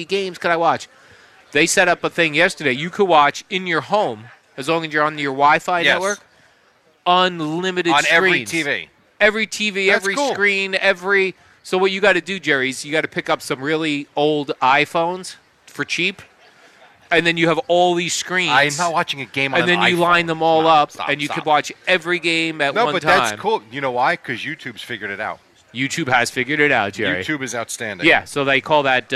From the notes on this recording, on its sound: Live from D'Jais in Belmar.